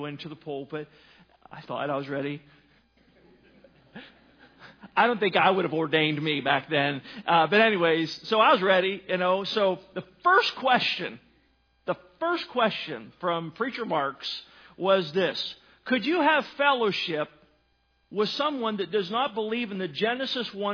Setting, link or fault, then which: setting, large echoing room